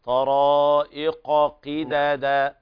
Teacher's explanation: القاف الأولى مفخمة والثانية أقل مرتبة في التفخيم